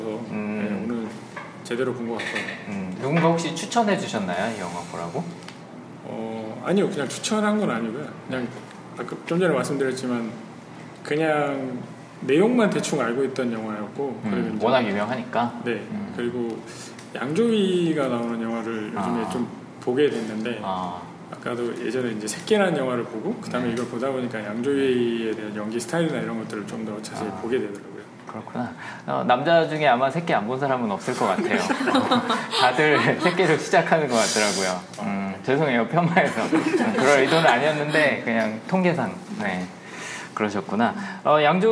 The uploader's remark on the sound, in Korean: 7/22 홍대 상영회와 공개녹음에서 일부 참가자분들과의 대화를 라이브로 녹음한 에피소드입니다. 9분 가량 제 마이크가 꺼져서 목소리가 좀 작게 들리는 점 양해 부탁드립니다.